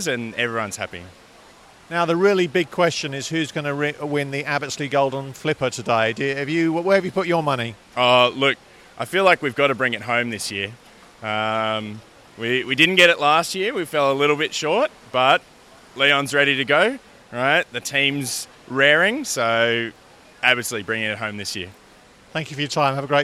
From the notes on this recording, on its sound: Every year Abbotsleigh Swim Club runs a meet for younger swimmers, many of whom have never raced at a carnival before. On Sunday 5th August we took a microphone to this year’s event to soak up the vibes.